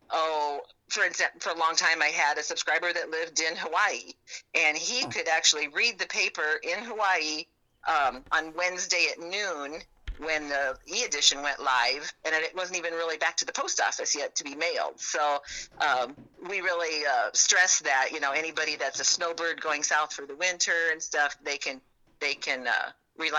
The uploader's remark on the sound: I figured out how to record phone calls!